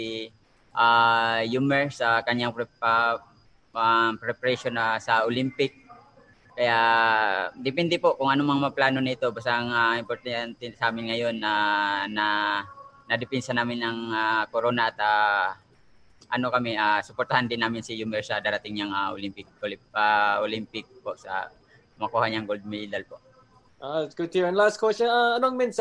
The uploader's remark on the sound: Post Fight Media conference after title defense.